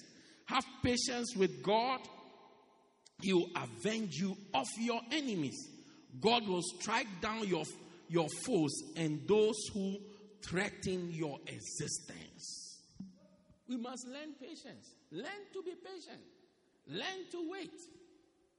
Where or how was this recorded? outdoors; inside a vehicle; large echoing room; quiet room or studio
large echoing room